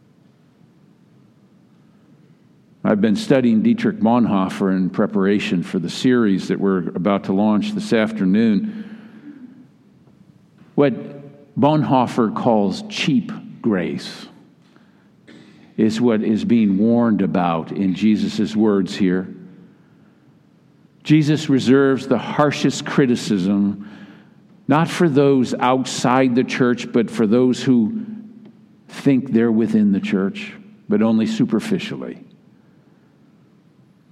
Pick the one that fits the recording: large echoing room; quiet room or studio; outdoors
large echoing room